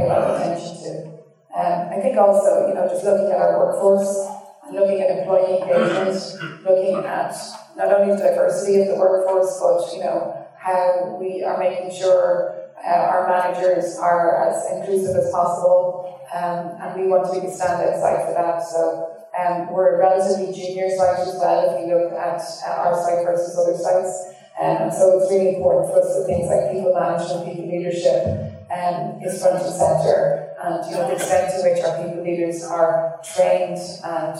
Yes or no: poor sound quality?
yes